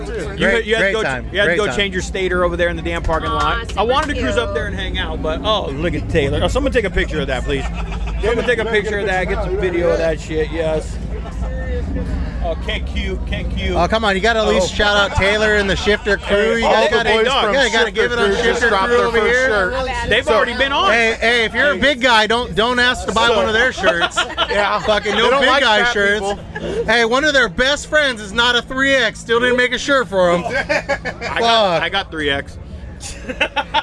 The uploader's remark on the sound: Live from Live Fast Rally. I was invited to set up a booth the Live Fast Rally 4 and it did not disappoint.